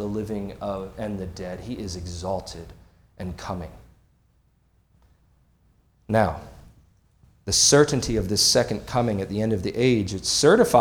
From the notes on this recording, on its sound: This sermon was preached on February 11, 2024 at Antioch Presbyterian Church. At Antioch Presbyterian Church, a mission work of Calvary Presbytery of the Presbyterian Church in America located in Woodruff, South Carolina.